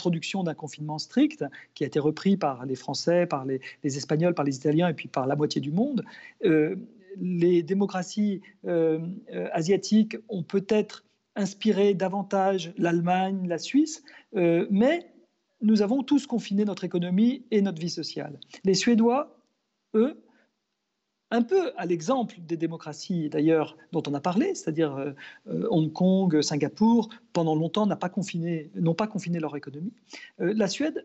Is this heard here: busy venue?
no